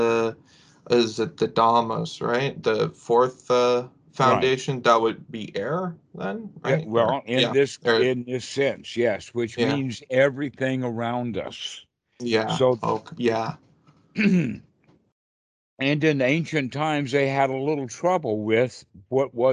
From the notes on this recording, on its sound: Skype calls.